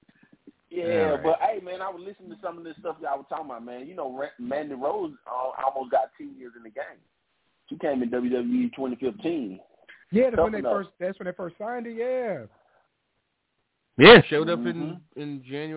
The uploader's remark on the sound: Live calls, emails and more. Weekly caller, email and tweet driven show.